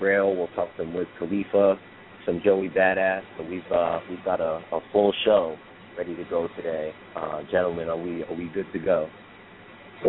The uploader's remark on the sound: Our hosts and live callers